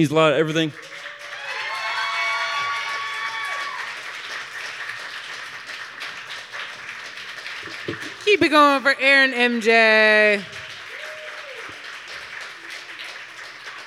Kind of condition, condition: setting, busy venue